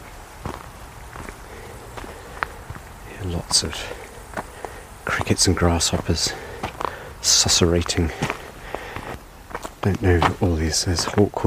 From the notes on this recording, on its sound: a wander through a forest in the Ardennes region of north-east France